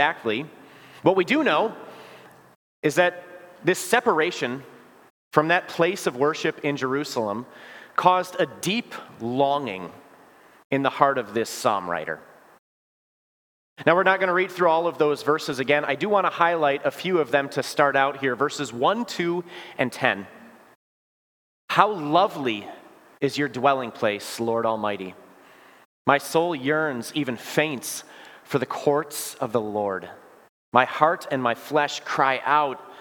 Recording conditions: large echoing room